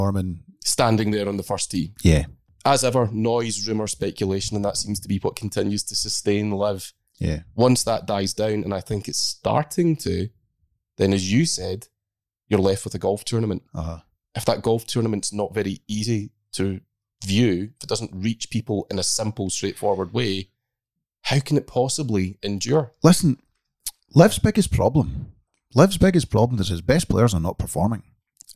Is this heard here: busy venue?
no